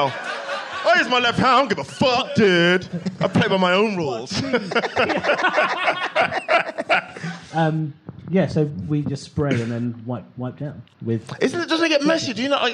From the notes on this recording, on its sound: Live in Leicester. This episode was recorded LIVE at the Leicester Comedy Festival. Some truly shameful audience members.